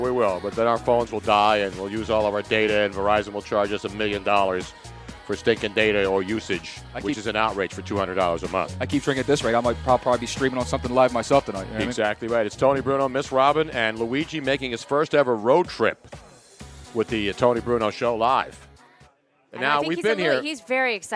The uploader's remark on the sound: live from Nick's Place in Houston!